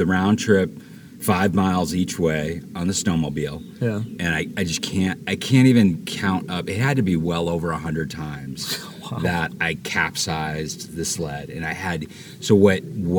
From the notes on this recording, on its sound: from camp in Bears Ears National Monument